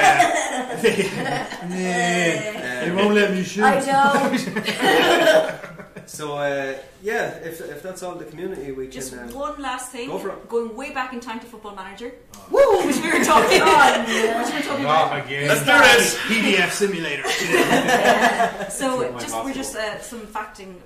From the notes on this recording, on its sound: We are live from Gamerfest 2018 in Galway city!